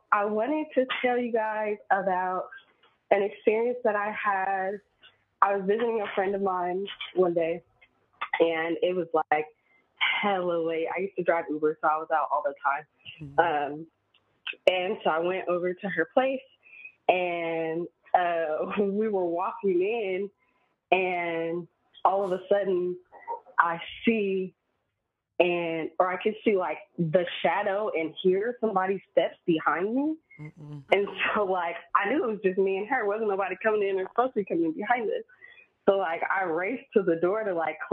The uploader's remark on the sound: In this next installment of the Calls From Beyond Live show one of our callers informs us that they were abducted by aliens!